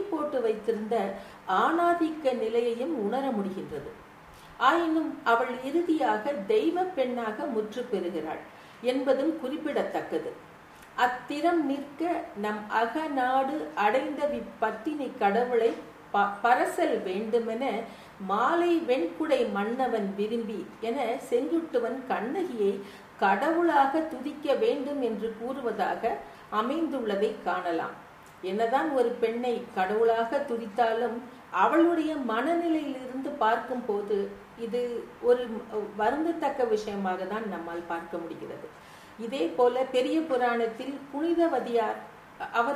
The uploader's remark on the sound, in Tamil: பன்னாட்டுக் கருத்தரங்கில் என் உரை